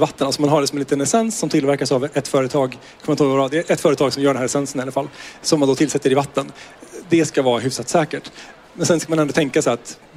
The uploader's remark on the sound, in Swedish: poddar live från Mat för livet-mässan!